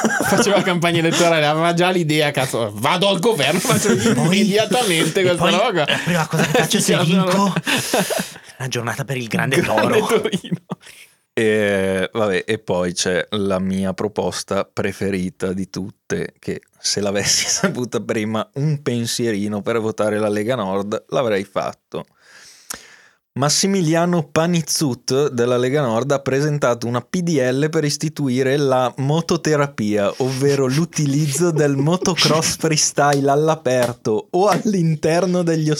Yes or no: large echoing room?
no